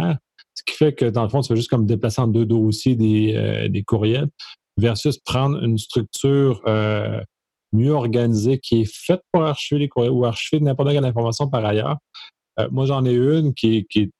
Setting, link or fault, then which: link, video call